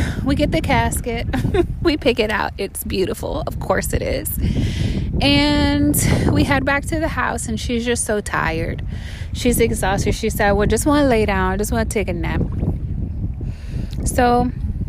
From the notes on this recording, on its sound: Recorded live from Bunche Beach, San Carlos Bay, FL.